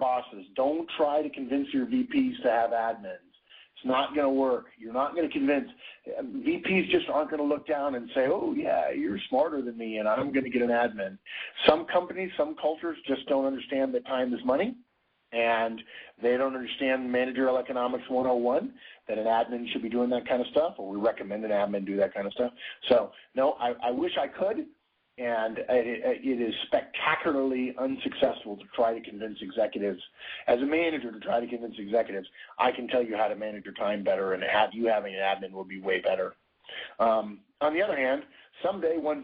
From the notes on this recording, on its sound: November 2010 Conference Call